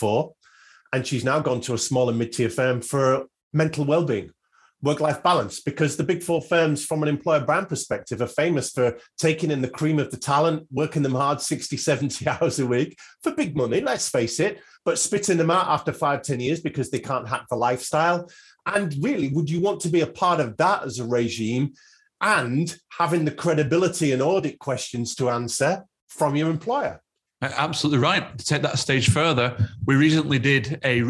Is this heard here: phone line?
no